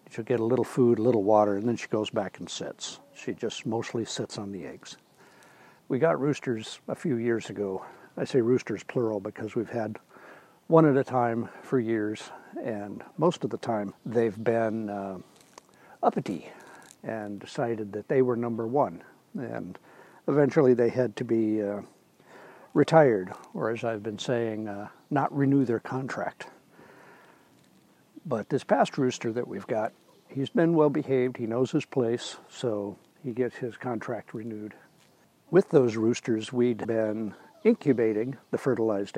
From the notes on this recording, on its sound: a little morning audio tour of his New Hampshire homestead